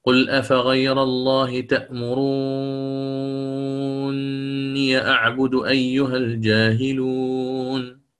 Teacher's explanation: فيفتح ياء الإضافة فيقرأ تأمروني ياء، تأمروني ياء أعبد، تمام، مع الإدغام في الكبير فتكون النون مشددة · Term: الإدغام الكبير